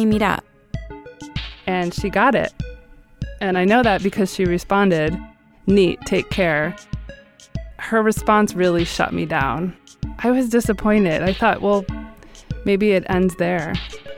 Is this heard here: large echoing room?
no